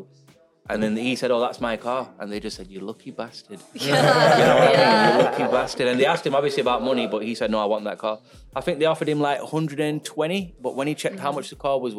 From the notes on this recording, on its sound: Take the Mic at Midnight Lancs Car Meet!